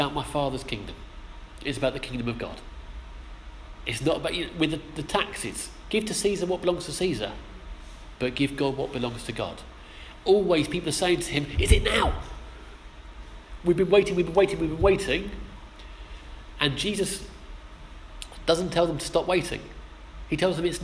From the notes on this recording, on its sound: Our sermon from the 11am service on Sunday 16th October 2016